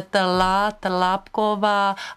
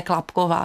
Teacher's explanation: místo tl říká to kl